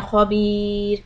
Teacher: When you stop on the ra, this is going to be soft because there's a kasra preceding the ra.